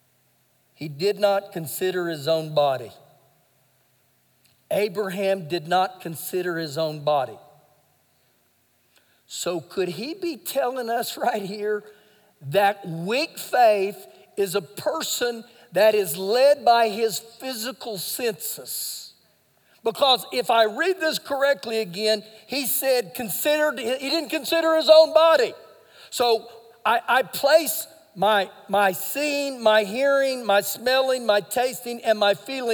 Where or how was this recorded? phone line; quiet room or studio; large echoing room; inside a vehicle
large echoing room